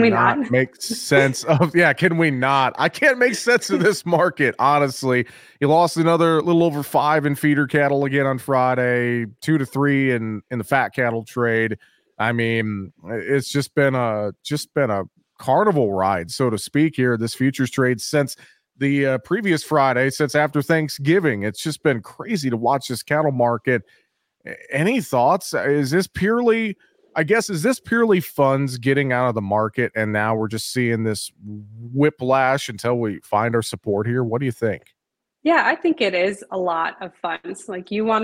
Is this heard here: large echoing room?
no